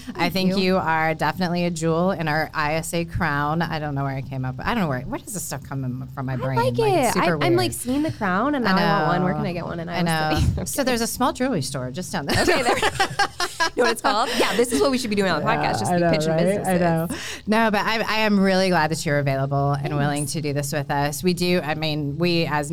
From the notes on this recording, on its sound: Live from EntreFEST in Iowa City!